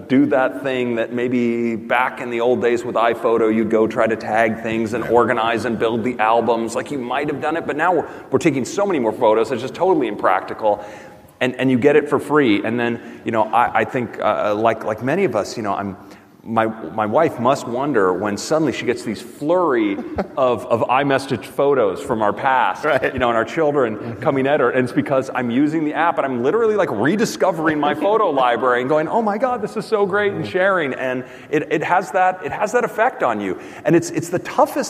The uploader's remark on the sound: Recorded in front of a live audience at The California Theater in San Jose.